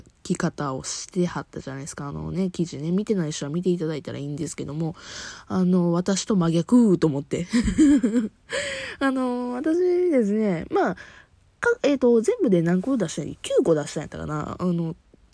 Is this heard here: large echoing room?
no